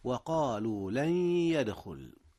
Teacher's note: إدغام بغنة حيث أدغم نون لن في ياء يدخل، ولا بد من الغنة بحيث يعطى كل حرف من الحرفين 50% فحسب من مخرجه.